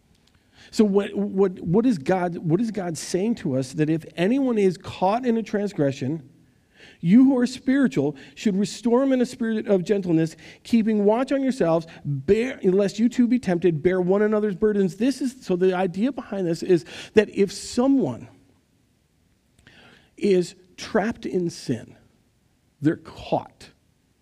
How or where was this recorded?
large echoing room